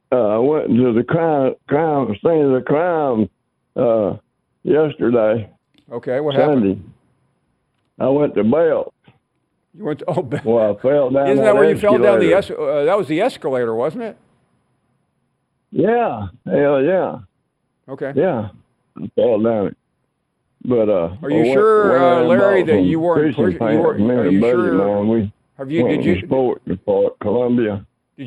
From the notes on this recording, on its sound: More of your phone calls.